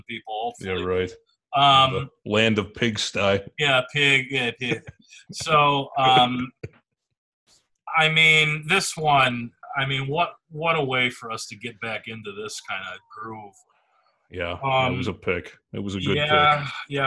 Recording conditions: video call